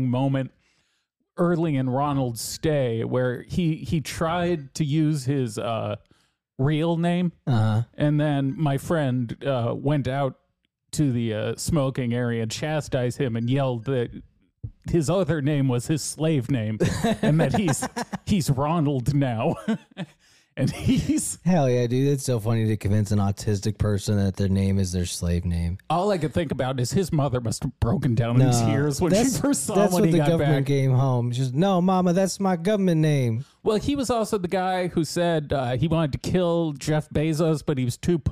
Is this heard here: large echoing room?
no